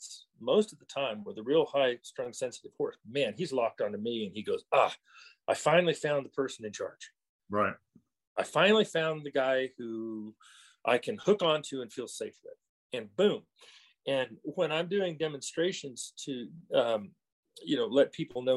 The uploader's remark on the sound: The interview was conducted over Zoom.